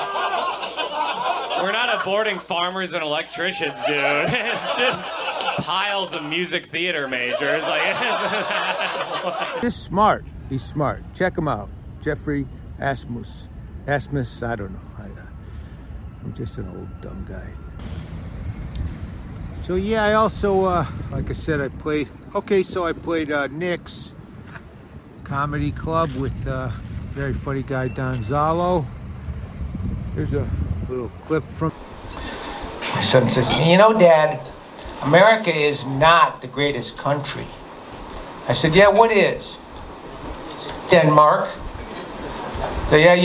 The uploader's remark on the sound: A great episode from the streets and comedy clubs of Boston.